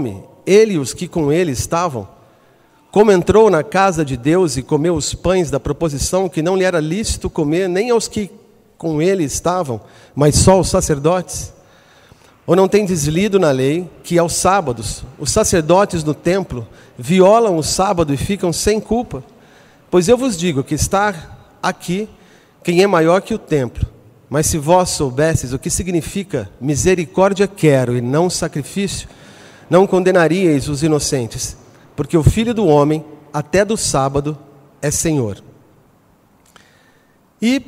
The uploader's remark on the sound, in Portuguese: Na Igreja Sal da Terra - Manifesto, em Uberlândia-MG.